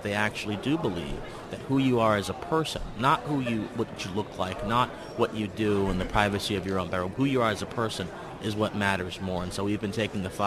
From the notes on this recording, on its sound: CPAC Day 1. Live from the Gaylord National Harbor in Washington D.C.